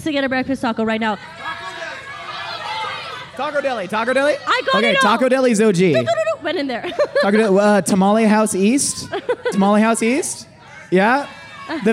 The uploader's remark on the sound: LIVE FROM MYTHICON. Live at Mythicon.